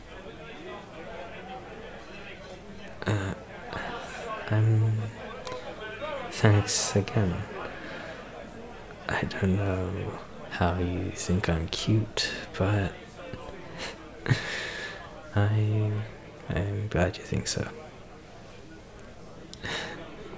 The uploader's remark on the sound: Sorry for the reupload, I've turned the crowd noises down now so it should be easier to hear me.